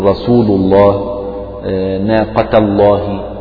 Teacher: فتكون لام لفظ الجلالة مفخمة